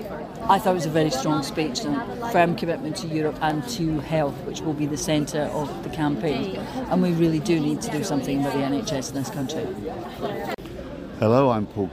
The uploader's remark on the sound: This episode is the first in a series of on-location special dispatches from the party conferences. In Bournemouth this weekend.